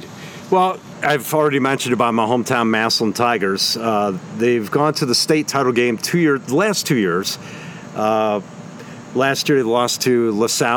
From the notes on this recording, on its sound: I took the show on location...outdoors at Hiram College!